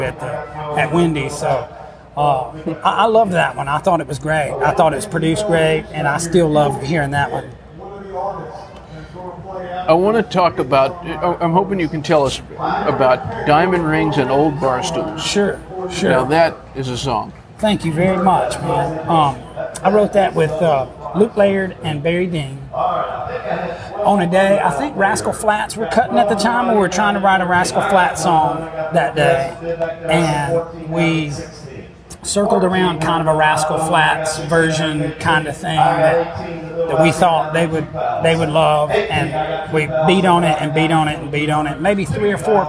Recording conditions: background noise